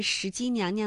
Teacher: 而石矶娘娘的第二个娘是可以读轻声的